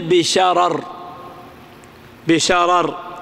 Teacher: تمال الفتحة قبل الراء المكسورة في الآخر وصلا ووقفا · Term: إمالة